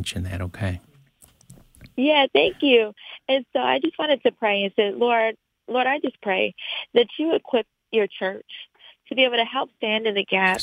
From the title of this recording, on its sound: Today's Phone Guest